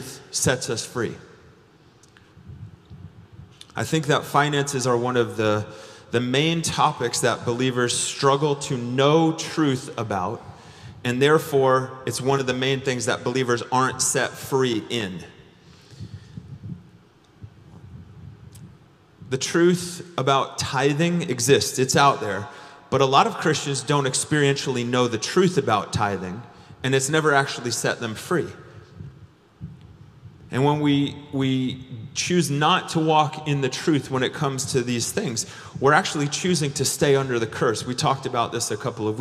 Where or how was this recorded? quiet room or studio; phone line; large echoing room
large echoing room